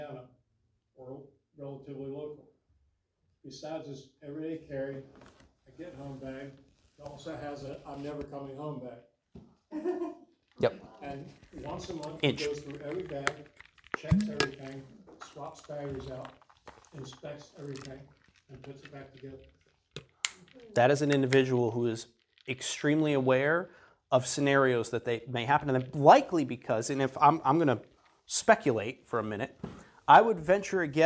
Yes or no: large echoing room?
yes